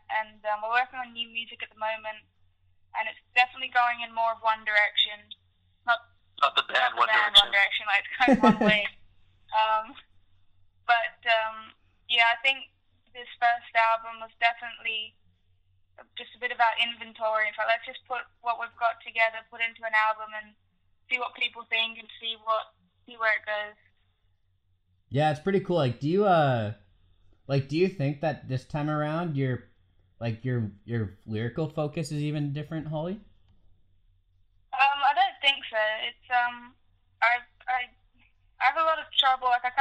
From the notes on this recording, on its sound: Recorded over the phone